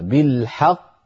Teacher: أنت تنطق قافين، قاف مدغمة وقاف مقلقلة